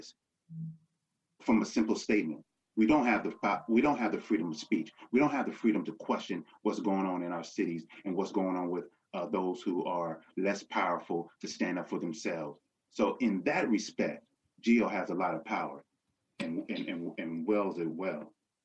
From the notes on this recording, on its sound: This program was recorded via video conference on April 23rd, 2021 by the Commonwealth Club of California.